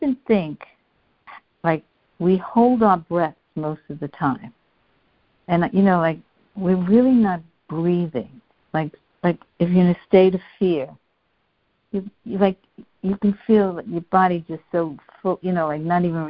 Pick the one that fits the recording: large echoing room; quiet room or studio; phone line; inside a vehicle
phone line